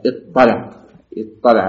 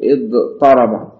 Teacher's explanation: يحصل فيه انطباق اللسان مع الحنك الأعلى انطباق بمعنى التصاق. · Term: حروف الإطباق